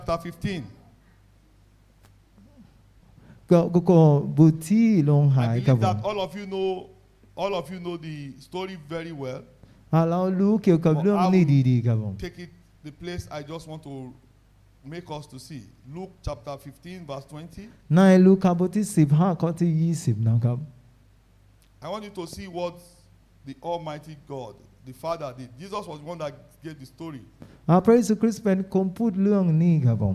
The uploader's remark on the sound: This sermon was Preached Live. With Thai Translation.